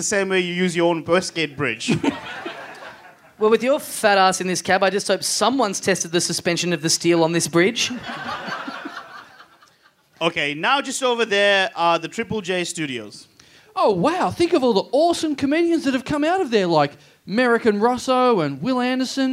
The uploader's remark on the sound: Recorded LIVE in Sydney on Sunday, November 22 at The Roxbury Hotel.